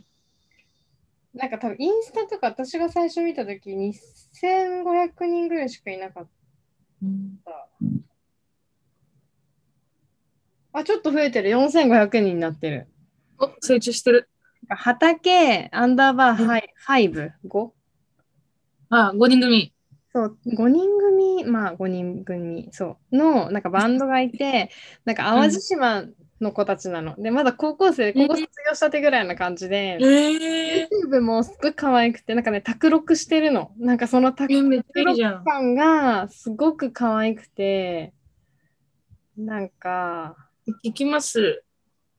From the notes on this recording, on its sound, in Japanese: 東京と富山でzoomにて収録